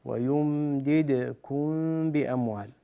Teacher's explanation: ويمدد الدال الثانية مقلقلة